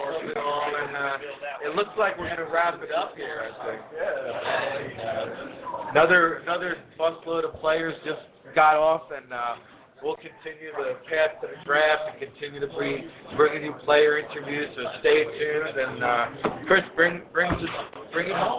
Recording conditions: busy venue